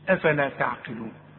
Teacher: التاء والعين ترقق، إنما القاف هي المفخمة